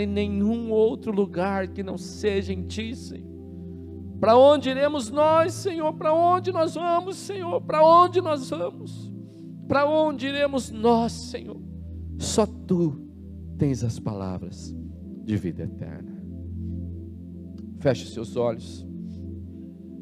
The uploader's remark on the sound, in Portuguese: na Igreja ABA Curitiba (Transmitido ao vivo)